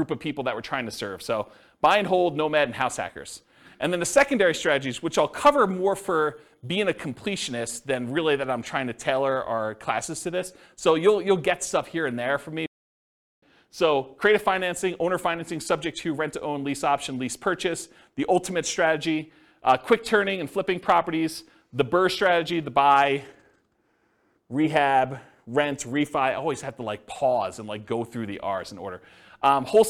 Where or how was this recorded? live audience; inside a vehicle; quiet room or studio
live audience